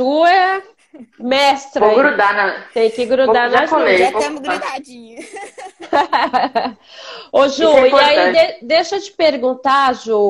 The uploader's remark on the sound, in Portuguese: Esse podcast foi retirado da Live no Instagram do Grupo Mulheres do Brasil Santos